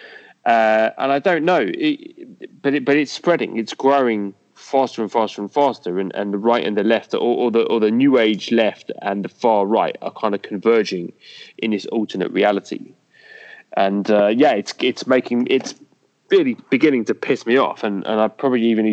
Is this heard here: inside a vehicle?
no